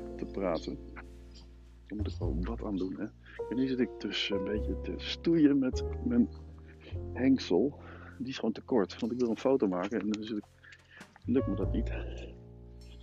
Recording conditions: phone or laptop microphone